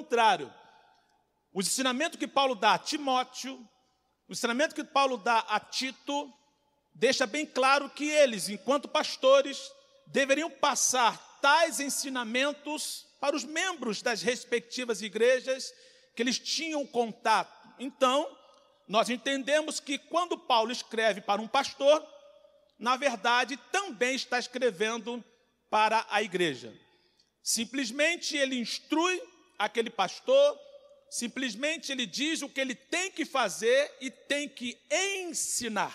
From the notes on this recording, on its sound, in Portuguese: CULTO DE LOUVOR E PALAVRA AO VIVO